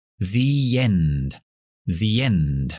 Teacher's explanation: the, esa palabra, se pronuncia con la i larga porque tenemos una vocal después. Pero para enlazarlas, esas dos palabras, metemos la y.